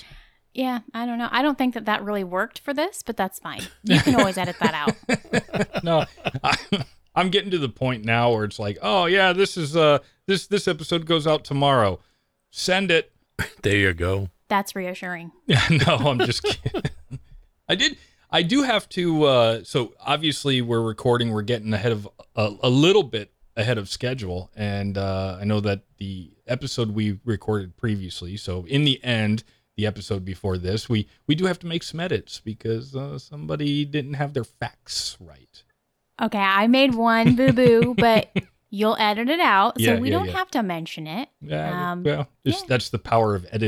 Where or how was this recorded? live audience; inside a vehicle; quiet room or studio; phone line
quiet room or studio